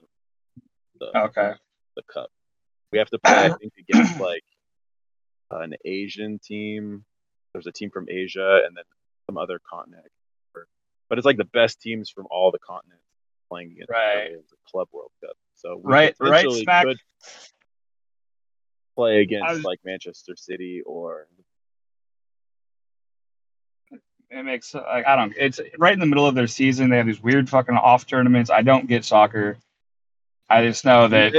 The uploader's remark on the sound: Drivin' and Podcastin'. Flying down I-5. Sits in his car parked in downtown Winslow on Bainbridge Island.